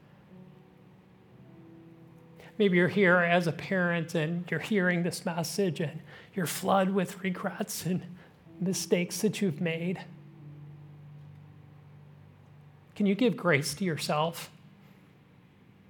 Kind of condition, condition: setting, large echoing room